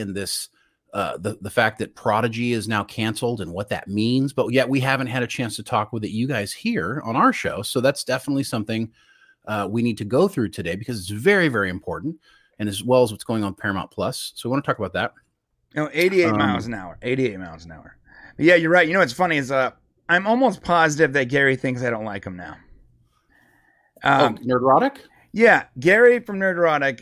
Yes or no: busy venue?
no